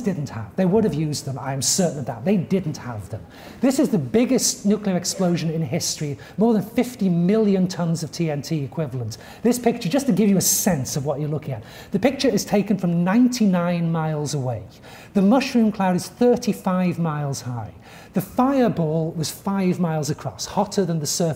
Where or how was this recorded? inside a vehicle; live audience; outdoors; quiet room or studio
live audience